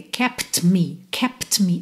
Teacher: Antes do T, eu tenho um P, estou com lábios fechados. Depois do T, eu tenho um M, também lábios fechados. Então, eu não vou abrir o lábio só para fazer um T.